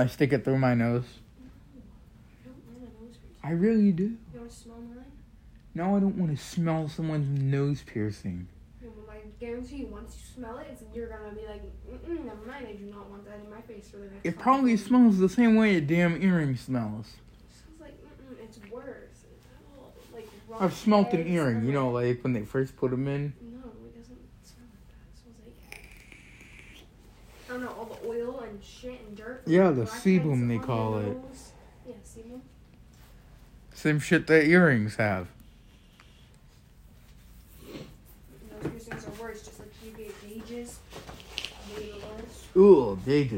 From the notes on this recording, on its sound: my microphone broke